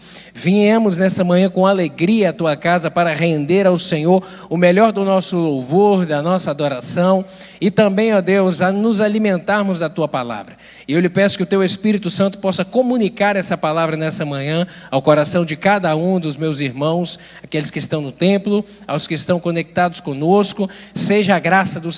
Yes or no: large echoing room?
yes